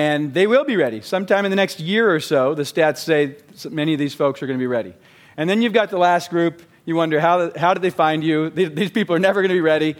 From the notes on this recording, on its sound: Recorded live at the Genius Network Annual Event.